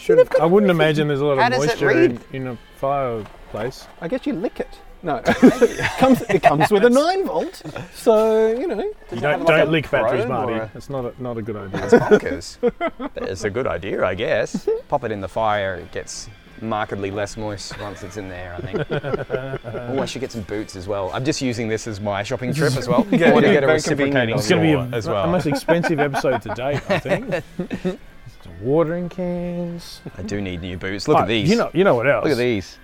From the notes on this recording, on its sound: we record ON LOCATION at our local Hammerbarn